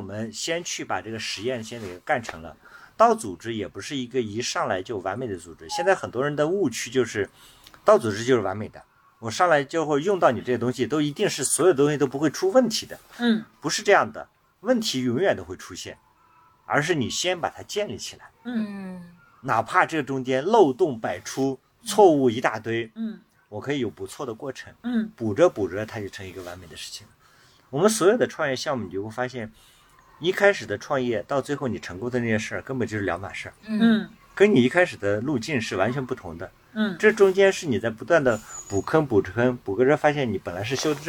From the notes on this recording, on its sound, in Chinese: 这期我们难得离开北京城，到山中的营地中来。我们在特别的星谷营地，一掌接山中秋色，一掌接温暖室内的房车露台上。